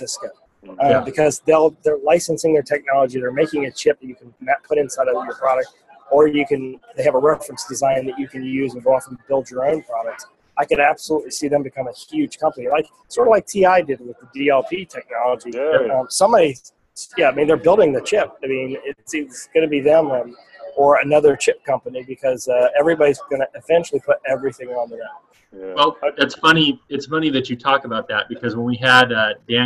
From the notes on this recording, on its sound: live from the ISE show